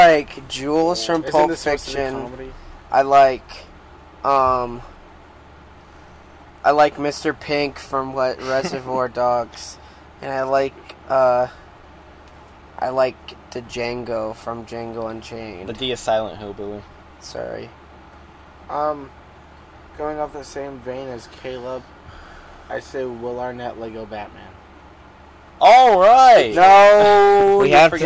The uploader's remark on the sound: Hi technical difficulties!! We are outside though!